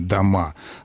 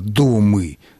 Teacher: И мы с вами хорошо знаем, что в XVIII веке даже слово «дом» во множественном числе звучало не как сегодня «дома», а «домы», с сохранением ударения на корне и с окончанием «ы», а не с окончанием «а» · Shown in: second take